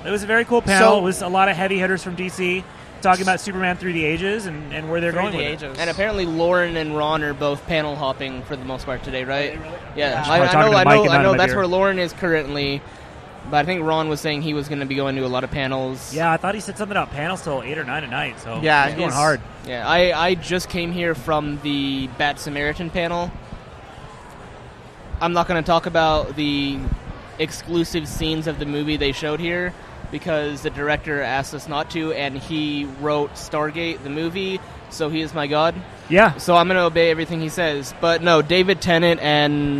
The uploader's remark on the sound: broadcast live cdom Wondercon 2018 in Anaheim